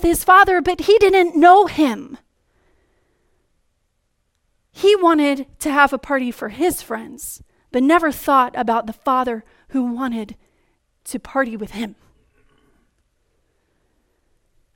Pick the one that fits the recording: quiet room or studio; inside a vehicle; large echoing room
large echoing room